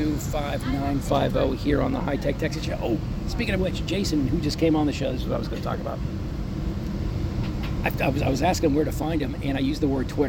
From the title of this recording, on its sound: Live From Seoul Korea At Samsung Unpacked 2023